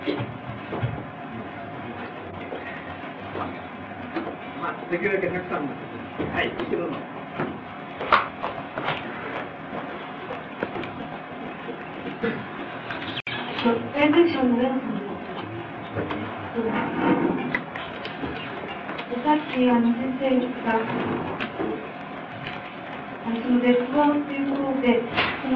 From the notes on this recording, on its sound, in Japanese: 主催：大学セミナーハウス 場所：新宿・紀伊国屋ホール。第38回大学共同セミナーで講演。テープ劣化のためノイズが多く、 音質はよくない。